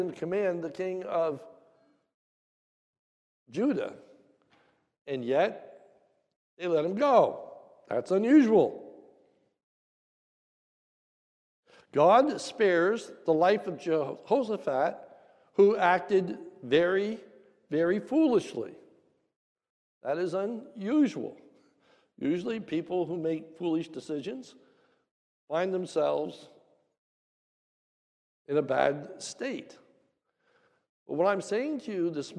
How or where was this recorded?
large echoing room